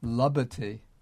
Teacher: labati with the short b and the aspirated b